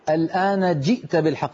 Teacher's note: اكسر الجيم كسرا كاملا، جي ولا تقول جي، تفضل.